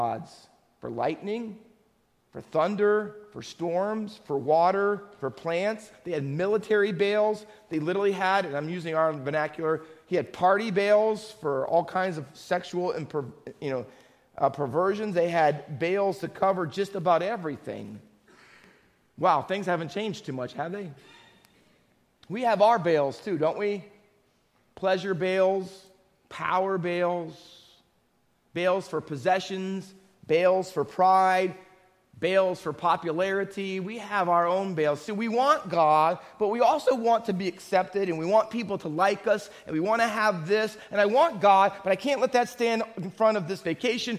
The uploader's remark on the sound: Faith Baptist Church in Hamilton, NJ.